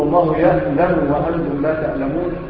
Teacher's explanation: ينطق العين همزة كالأعاجم الأفارقة والآسيويين